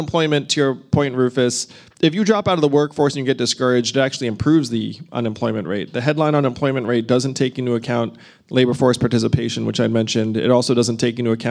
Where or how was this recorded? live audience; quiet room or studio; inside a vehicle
live audience